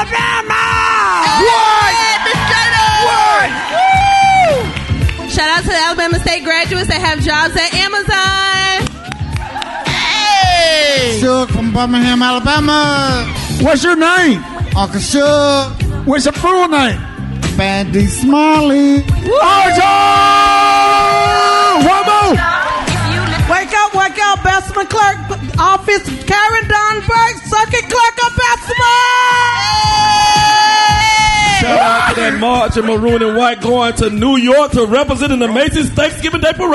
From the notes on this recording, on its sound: The whole RSMS crew is broadcasting live from The Stardome in Birmingham, AL for The Magic City Classic, Alabama A&m vs Alabama State.